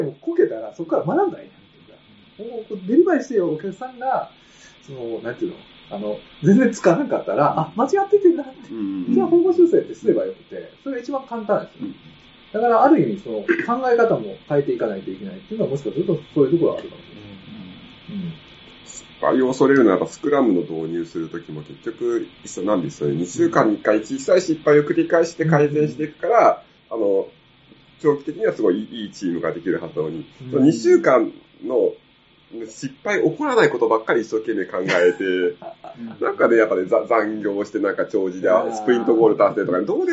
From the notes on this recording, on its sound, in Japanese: 録音環境が悪くてちょっと聴き取りづらいですね。ごめんなさい。